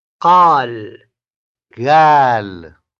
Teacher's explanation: The Qaf of modern standard Arabic has varied pronunciation in Iraqi Arabic. It is either Qaf or Gaf, depending on the word. In some words, like the one for before, it can be both Qabl and Gabl.